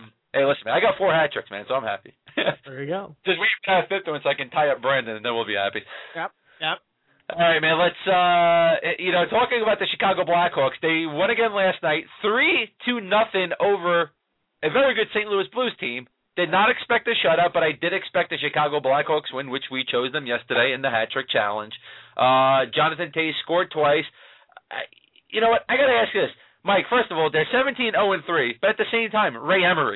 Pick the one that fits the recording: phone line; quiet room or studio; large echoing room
phone line